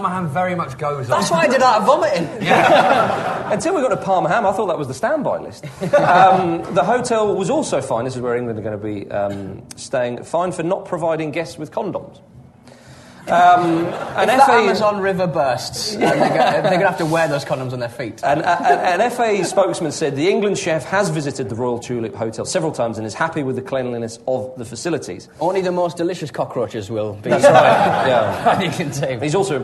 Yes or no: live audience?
yes